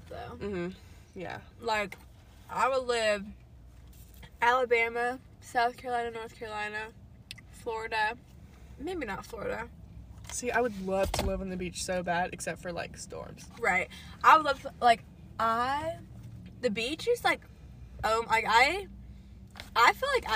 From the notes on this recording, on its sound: In a somehow Live a Sonic Parking Lot